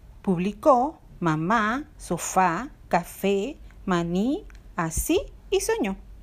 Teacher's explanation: En las palabras agudas, la sílaba tónica está en la última sílaba.